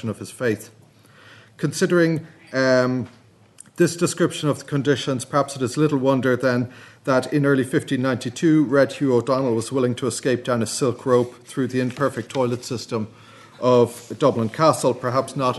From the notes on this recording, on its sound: at the 2022 Tudor and Stuart Ireland Conference